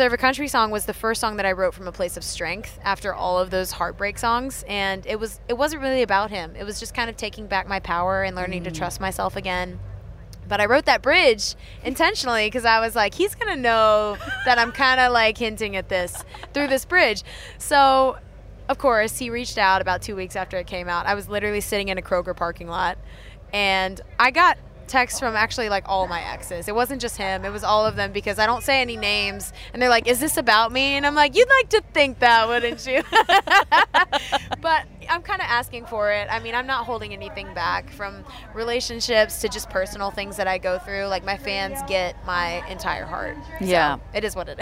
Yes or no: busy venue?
yes